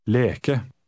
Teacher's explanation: The final E is unstressed and short.